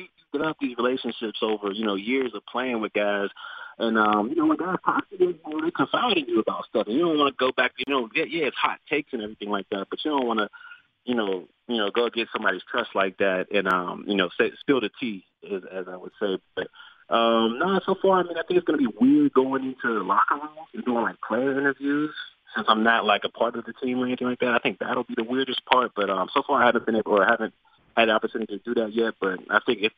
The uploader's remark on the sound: called